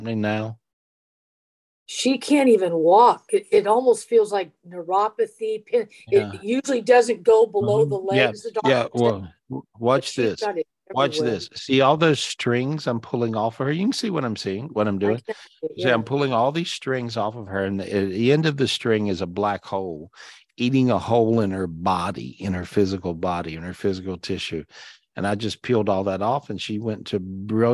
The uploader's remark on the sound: This was recorded LIVE on Zoom on September 30th, 2023.